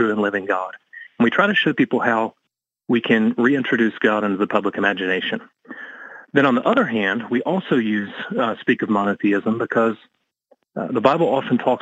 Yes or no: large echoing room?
no